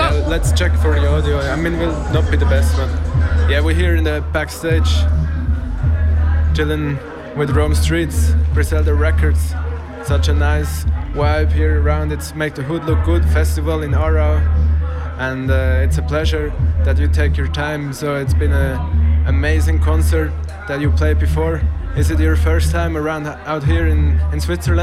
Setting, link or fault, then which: setting, busy venue